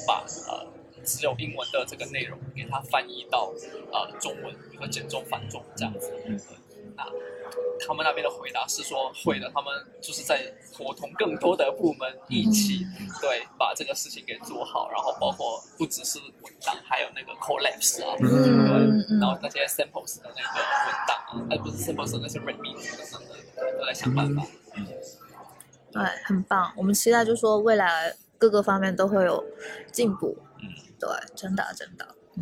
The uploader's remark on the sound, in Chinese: Google I/O Connect 现场特别篇。于上海参加 Google I/O Connect 大会及 Community Mixer 活动时录制的特别节目。于 Google 在上海浦东预订的酒店大堂临时录制了本期特别节目。